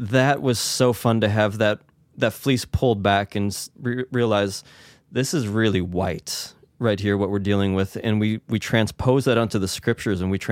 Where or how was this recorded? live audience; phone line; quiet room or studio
quiet room or studio